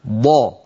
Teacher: مكان حافة اللسان مع الأضراس، لا يوجد حرف آخر يشارك الضاد فيه